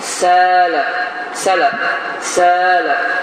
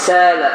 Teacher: Əgər sakin olarsa, evdəniz, əgər sakin olarsa və özündən əvvəlki hərfin hərəkəsi fəthə olarsa, bu zaman həmin fəthə, həmin ə, 2 hərəkə miqdarında uzadılır. Sələ, sələ, sələ. · Term: məd hərf